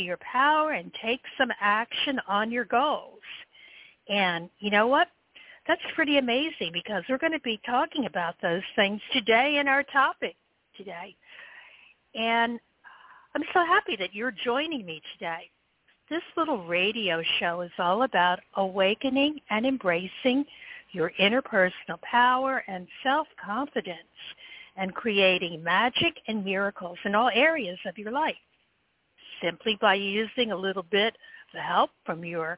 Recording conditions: phone line